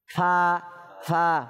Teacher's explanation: উপরের দাঁতের আগা, নিচের টুটের ভিজা অংশ, ভিজা অংশ কোনটা একটু বাহির আসলে শুকনো, ভিতরে গেলে ভিজা, এ দেখেন ফা ফা মনে থাকবে, তাহলে ফার মাখরাজ কোথায়?